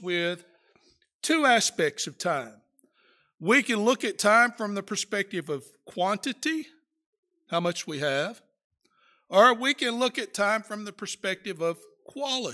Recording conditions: large echoing room